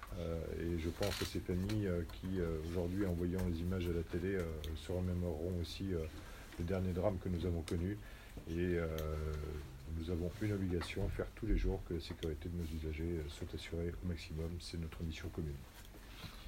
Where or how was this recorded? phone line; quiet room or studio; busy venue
busy venue